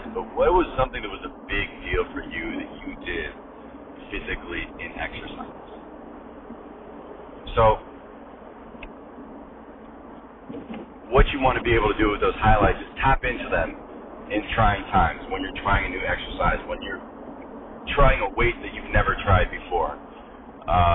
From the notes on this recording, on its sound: apologies for the sound quality, I was in my car